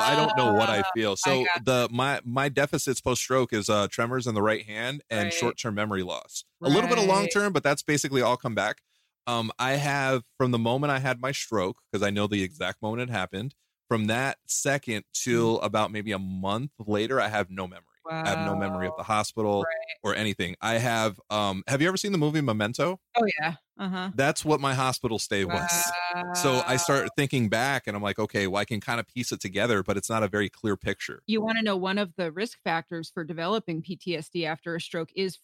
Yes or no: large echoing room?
no